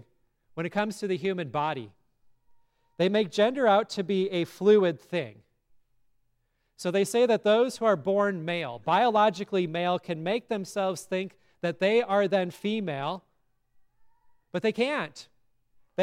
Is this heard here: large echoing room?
yes